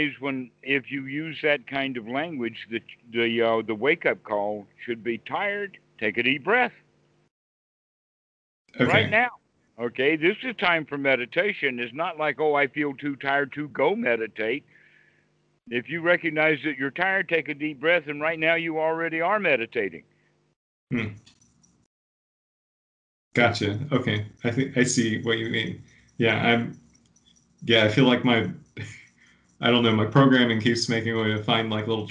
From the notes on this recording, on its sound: skype calls on this channel